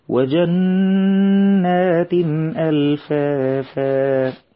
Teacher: وجنات ألفافا، النون من كلمة جنات مشددة، هنعمل إظهار غنة، ما نقولش وجنات ألفافا، لا نقرأ الغنة بمقدار حركتين ونقول إيه وجنات ألفافا. وهناخد بالنا من التنوين مع الهمز، والحكم هنا إظهار حلقي بدون زيادة في زمن الغنة